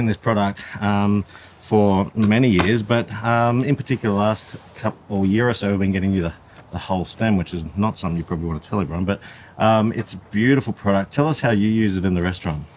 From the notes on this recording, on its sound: Smack bang in the middle of the farm, we sat down and recorded